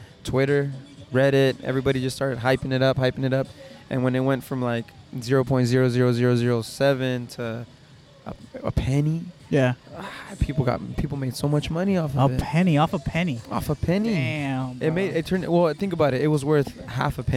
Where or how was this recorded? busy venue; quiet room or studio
busy venue